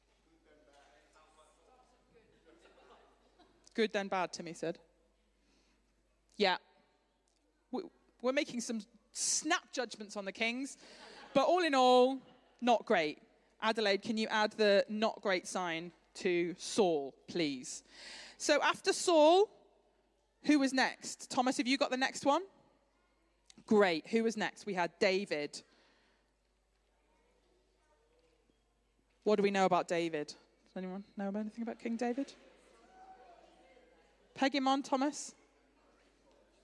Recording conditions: large echoing room